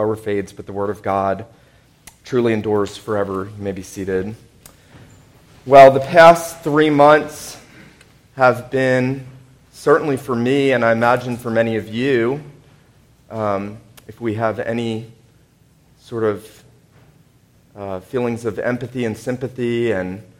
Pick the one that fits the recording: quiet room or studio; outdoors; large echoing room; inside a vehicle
large echoing room